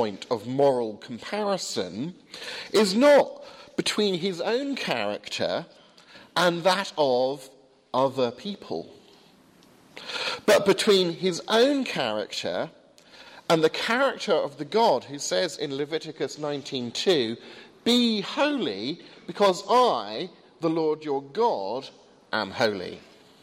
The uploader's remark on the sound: delivered at Highfield Church, Southampton.